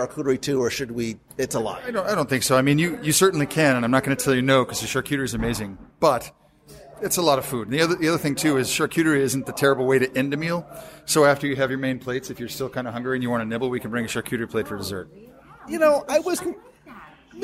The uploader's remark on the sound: Live from Disney Springs. Recorded LIVE at Wine Bar George in Disney Springs.